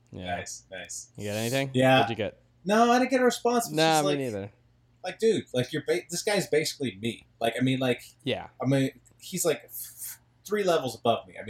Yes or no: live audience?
no